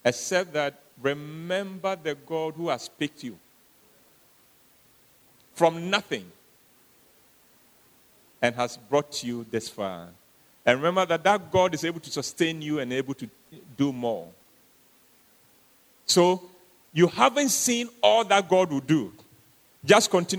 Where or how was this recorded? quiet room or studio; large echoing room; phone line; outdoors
large echoing room